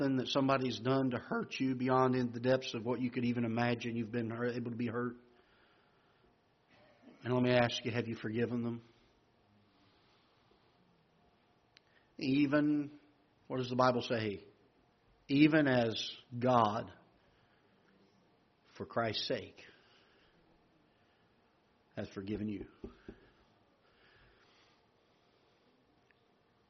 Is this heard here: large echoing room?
yes